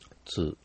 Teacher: んつくですね。つく、つく、あんまりやっぱり濁らないですね。なんででも僕ズズキって言ってたんだろうしょうね。なんかやっぱりズッツキって言うとなんかちょっとそこでワンクッションあるような気がするんですね。せっかくズってズって濁ってんのに、そこでズッツってズッツキって言おうと思ったら、いっぺんこうズーっていう時に僕らの声震えてるじゃないですか。ズー、これを震わさないようにと、結局ズーとツの違いって、声帯が震えてるか震えてないかの違いですよね、基本的にはね。まあもっと微妙な違いもありますけど、簡単に言うとそうですよ。だからズツキって言おうと思うと、僕らの声帯はズの後でパッと止まるんですね。ズツキ、月で、多分ずつきって言ってる人の発声を多分聞いてると、月っていうのは原理的にはね、つっていう言葉は TSU ですから、つっていう音とうっていう音が、ドッキングしてつーっていう音になってるはずです。つー、これはだから無声音のつとその後から声帯が遅れてなるうーが合体してつーになってるわけですよね